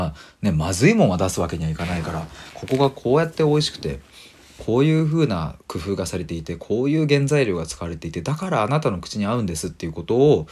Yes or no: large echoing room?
no